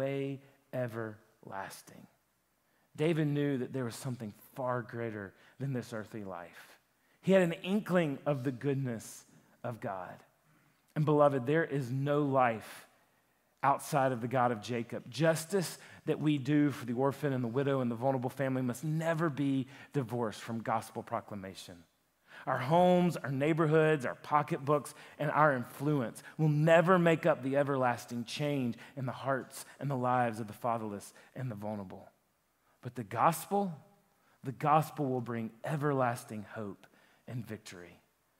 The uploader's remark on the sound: a sermon that he preached at Lifepoint Church